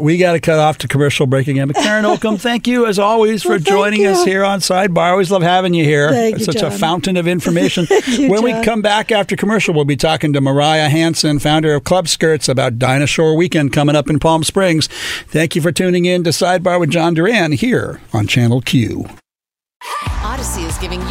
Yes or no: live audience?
no